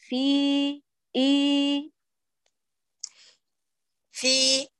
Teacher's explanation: الفاء المكسورة مع الياء منقيان من الغنة تماما مع إتمام كسر الفاء ومع إعطاء الفاء هنا مداً بمقدار حركتين فقط لا أقل ولا